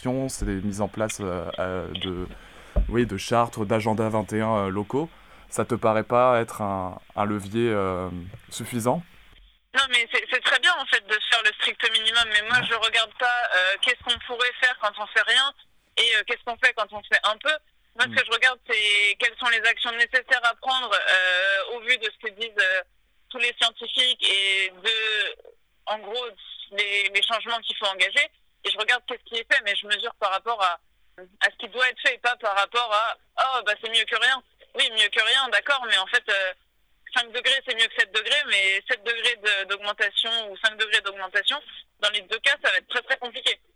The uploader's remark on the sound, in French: entretien enregistré par téléphone